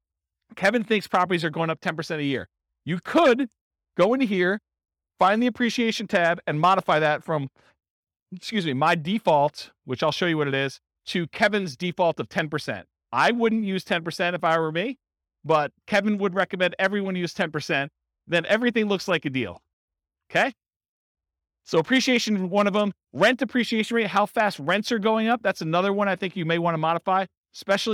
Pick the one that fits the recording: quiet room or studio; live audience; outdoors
live audience